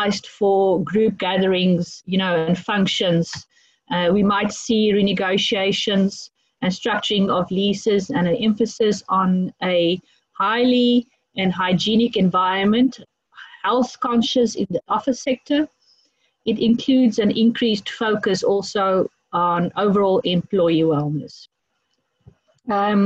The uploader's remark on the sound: This recording is from our inaugural Africa 2020: A New Vision webinar. Where we had over 600 registered attendees participate.